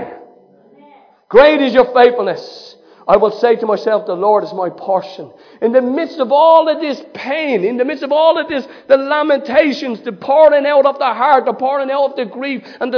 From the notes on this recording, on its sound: Recorded live in Liberty Church in 2019